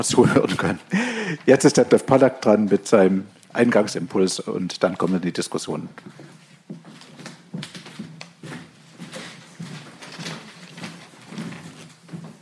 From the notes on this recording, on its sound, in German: Das Podium wird wiedergegeben; Fragen aus dem Publikum sind in ihren zentralen Inhalten nachgesprochen.